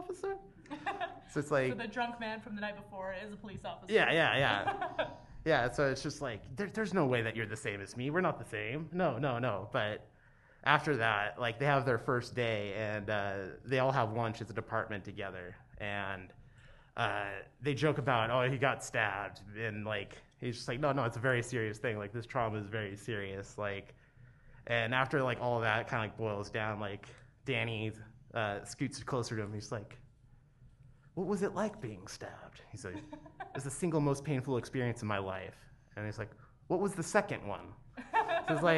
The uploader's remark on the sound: This is our live show from Treefort Music Fest 2022.